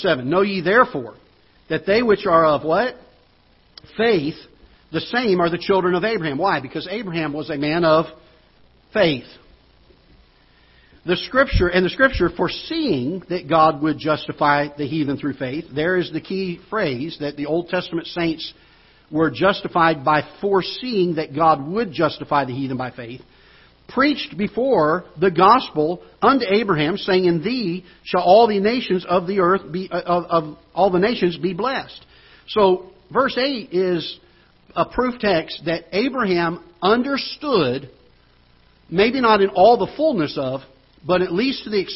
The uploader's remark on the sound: Ketha Heights Baptist Church ~ Live Broadcast